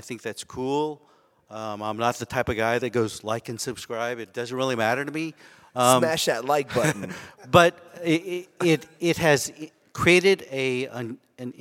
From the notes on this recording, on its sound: In this special live episode, recorded during the YoungMD Connect Live meeting in Austin